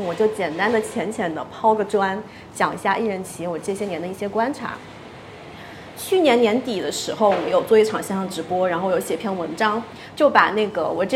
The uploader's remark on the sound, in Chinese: 本期节目是7月16日上海自由会客厅线下活动《个人IP型一人公司，如何跑通商业闭环》的现场录音，现场一共3位一人公司型嘉宾做了分享。